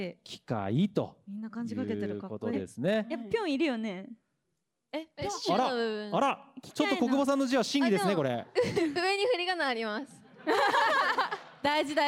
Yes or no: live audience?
yes